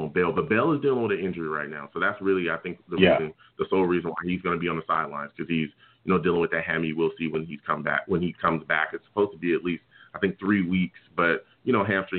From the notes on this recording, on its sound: I’ll also take live callers!